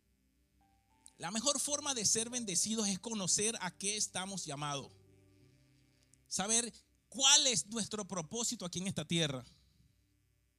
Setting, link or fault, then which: setting, large echoing room